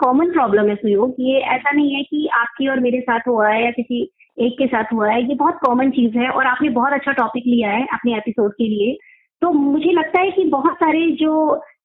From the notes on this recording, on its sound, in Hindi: Sound quality ke liye khed hai